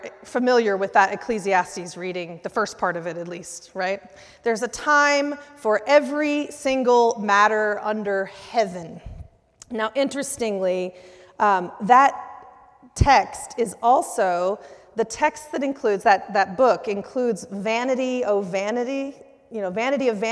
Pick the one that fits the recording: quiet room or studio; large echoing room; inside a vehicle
large echoing room